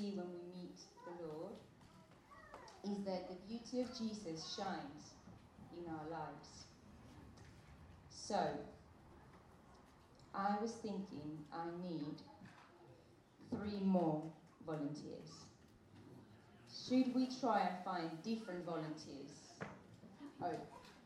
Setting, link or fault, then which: fault, poor sound quality